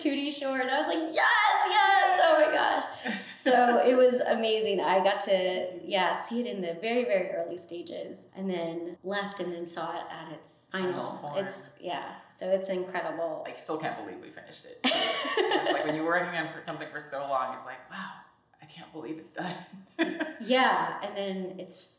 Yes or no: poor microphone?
yes